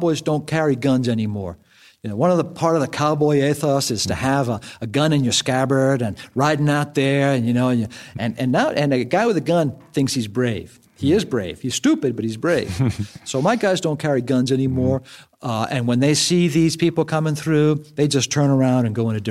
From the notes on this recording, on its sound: recorded in a wooden barn